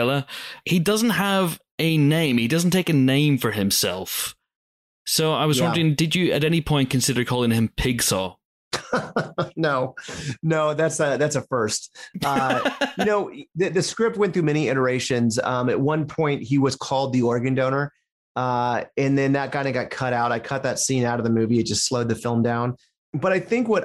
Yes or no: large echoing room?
no